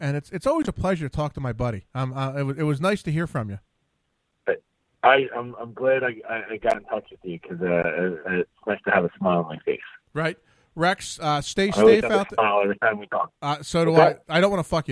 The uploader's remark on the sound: He had some down time while he was in port to call in from California.